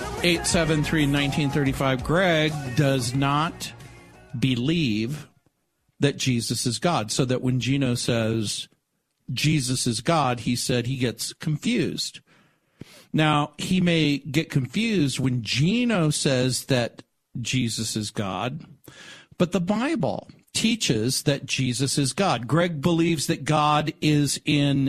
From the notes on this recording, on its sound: Phone call